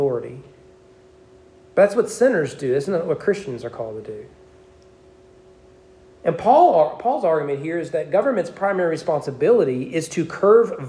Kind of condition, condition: setting, large echoing room